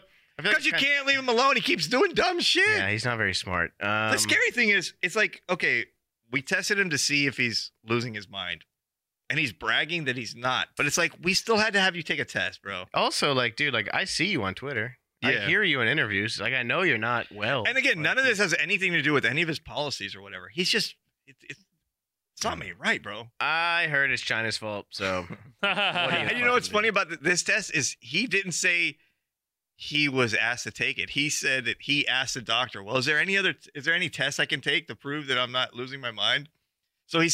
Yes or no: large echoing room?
no